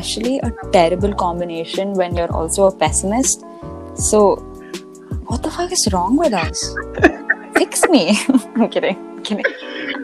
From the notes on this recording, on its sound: the app decided to bite me in the ass again by messing up the audio